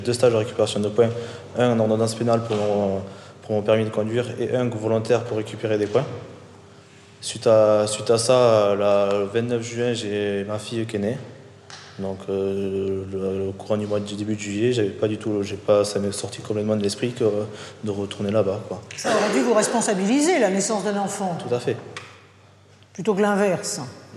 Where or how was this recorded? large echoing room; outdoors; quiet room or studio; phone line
large echoing room